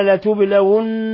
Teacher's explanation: لتبلون نون مشددة تغن مقدار حركتين